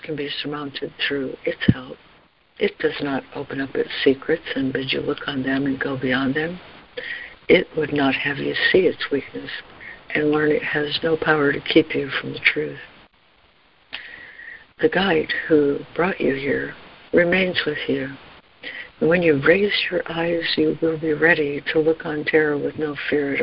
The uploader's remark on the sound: ACIM Daily Conference Call